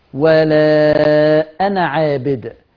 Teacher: وانت بتوصل اوعى تتلفظ بالألف، اوعى تنطق الألف